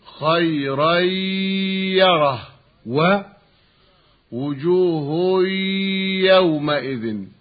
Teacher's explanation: النون المتولدة عن التنوين قد تلاشت واختفت، وأن الياء بعد التنوين أصبحت مشددة · Term: إدغاما بغنة